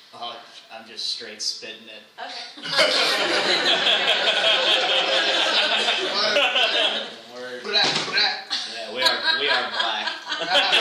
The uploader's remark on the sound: at 24:30—(open the questions up to the audience)